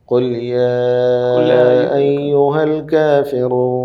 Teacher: വാവിൻ്റെ ശേഷമുള്ള നൂനിൻ്റെ ഫതഹാണ്. പക്ഷേ ആ ഫതഹ് നീങ്ങിപ്പോവുകയും പകരം അവിടെ സുക്കൂനാവുകയും ചെയ്യുന്നത് വഖഫ് എന്ന ഒരു പുതിയ സംഗതി ഉണ്ടായതുകൊണ്ടാണ്. അപ്പോൾ അവിടെ വഖഫ് ചെയ്തിട്ടില്ല എങ്കിൽ ചേർത്ത് ഓതുമ്പോൾ വഖഫിൽ ആയത്തിൻ്റെ അവസാനത്തിലൊന്നും സുക്കൂന് വരുന്നില്ല. · Term: ആരിളായ മദ്ദ്